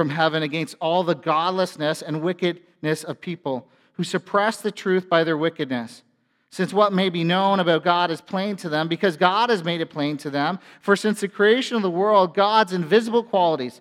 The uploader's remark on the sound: A sermon from FBC Church in Cobourg,